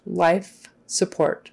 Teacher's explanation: Make sure you got the F at the end of life and not a TH